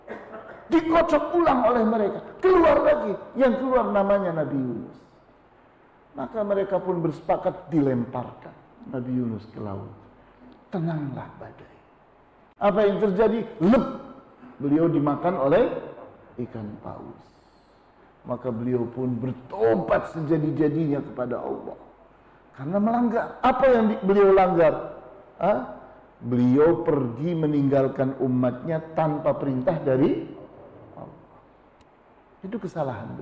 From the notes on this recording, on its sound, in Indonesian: LIVE STREAMING via Youtube MASJID AL-IHSAN CIPINANG MUARA 3